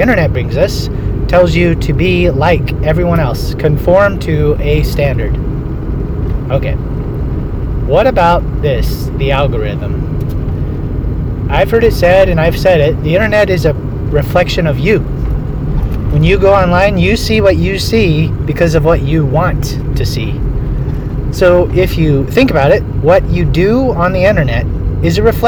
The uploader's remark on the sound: As I was driving to feed my pigs, I thought I would share what I've been thinking about regarding the god of this age.